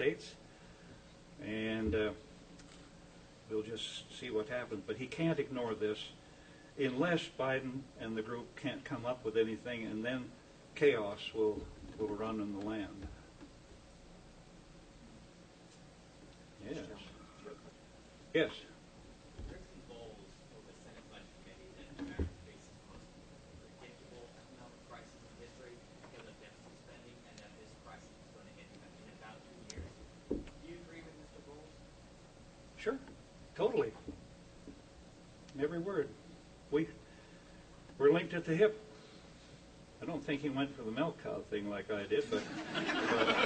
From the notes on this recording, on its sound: WASHINGTON, DC. Addressed a breakfast meeting of The Ripon Society.